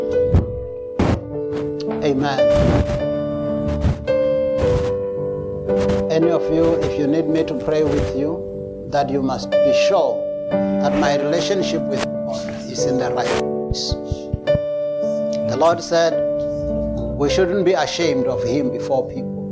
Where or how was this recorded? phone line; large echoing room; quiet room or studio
large echoing room